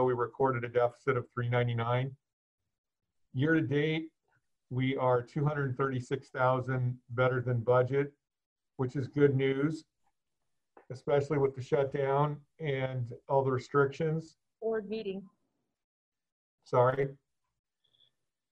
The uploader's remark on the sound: Meeting conducted through Zoom.